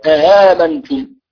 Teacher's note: بهمزتين، الأولى محققة والثانية مسهلة · Term: التسهيل